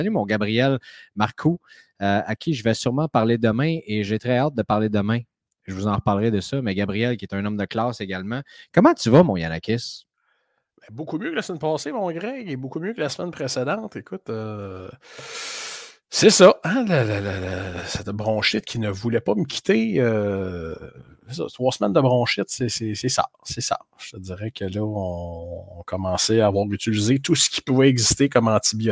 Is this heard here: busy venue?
no